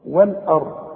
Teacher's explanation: اللام رققها والهمزه رققها، وفخم الراء والضم